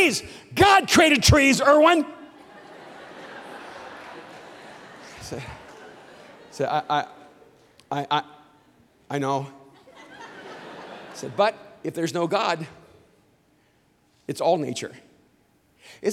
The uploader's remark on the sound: speaks on TBN's Praise at Mosaic Conference